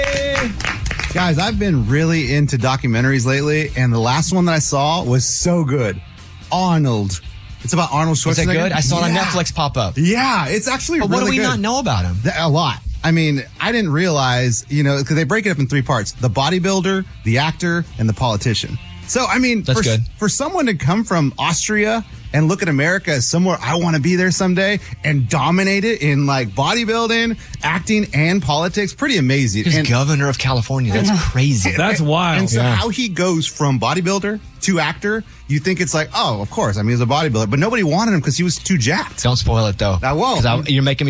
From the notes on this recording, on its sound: Two of their instructors call